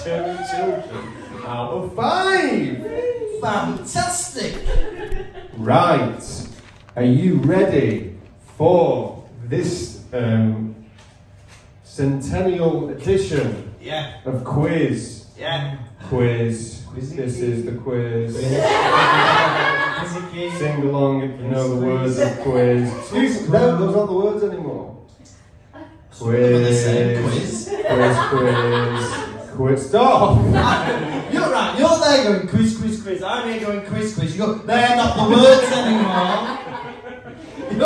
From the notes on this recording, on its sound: in front of a live studio audience